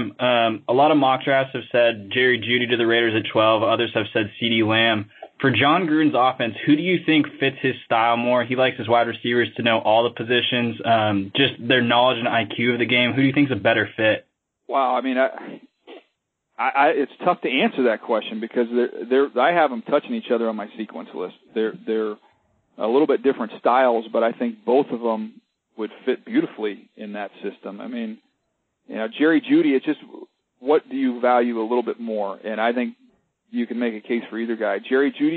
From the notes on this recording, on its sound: pre-combine conference call with the media!